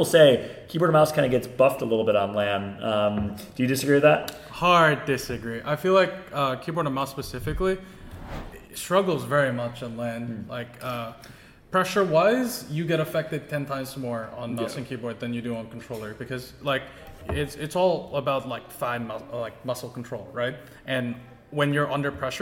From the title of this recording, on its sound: LIVE FROM BIRMINGHAM DAY 1